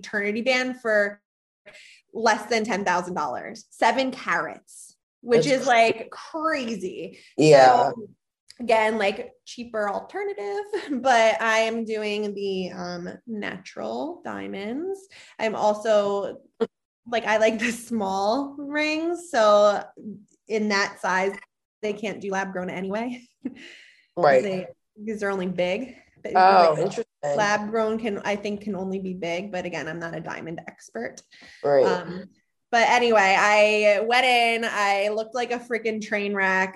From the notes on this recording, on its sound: The One Where We Podcast From a (kinda Bubble) Bath. The sisters are switching things up as they record from zoom and a bubble bath!!